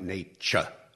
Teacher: All modern accents say things like nature, with a ch in the middle. But in Shakespeare's time, it was nater, with a t.